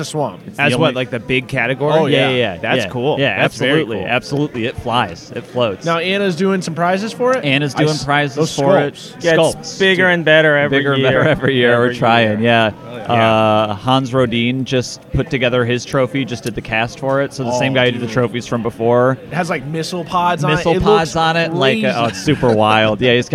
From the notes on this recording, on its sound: Live at NEMO23. Coming at you live from the cold heart of the North - Chicopee, MA.